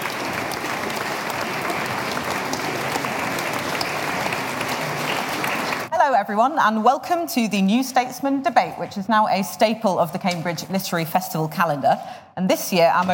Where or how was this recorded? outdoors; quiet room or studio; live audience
live audience